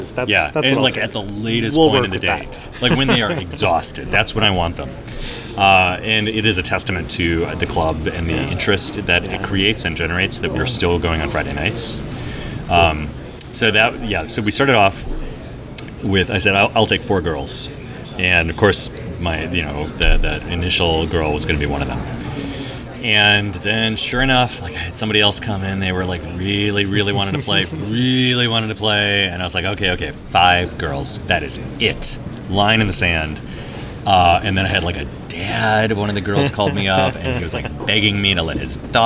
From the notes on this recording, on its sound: A live interview recorded at Gen Con 2019.